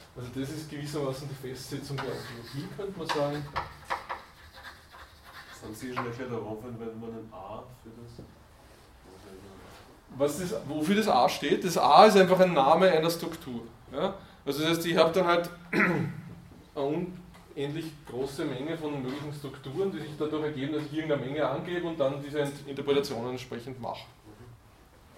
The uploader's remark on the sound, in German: Diese Vorlesung wurde von Studierenden aufgenommen